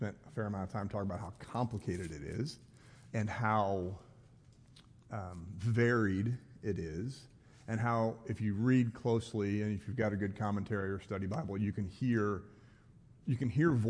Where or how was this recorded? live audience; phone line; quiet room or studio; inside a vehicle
live audience